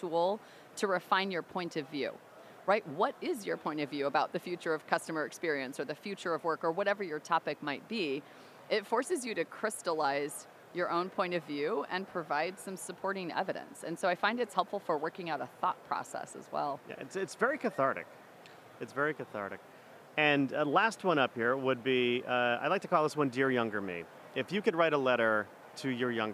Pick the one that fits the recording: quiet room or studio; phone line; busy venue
busy venue